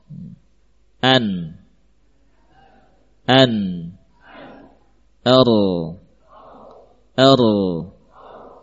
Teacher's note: ini huruf nun dan ra dari ujung lidah